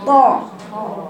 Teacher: مخرج الطاء، يعني صوت الطاء كله عند سقف الحنك. شوفي بقرأها طاء، مش طاء، طاء، طاء، من غير ما بعمل إشمام في المبنى، غير ما بعمل إشمام.